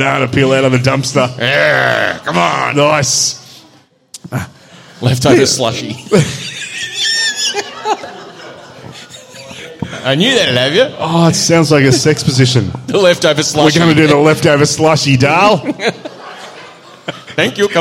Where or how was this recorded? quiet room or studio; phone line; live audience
live audience